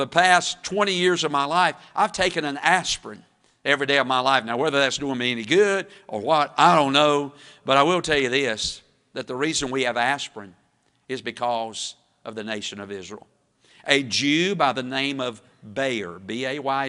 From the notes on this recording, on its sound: Wednesday evening service preaching from the pulpit of Woodland Baptist Church – Winston Salem, NC